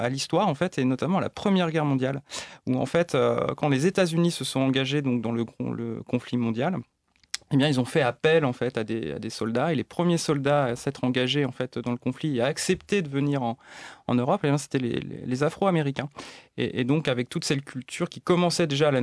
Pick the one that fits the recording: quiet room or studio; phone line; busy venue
quiet room or studio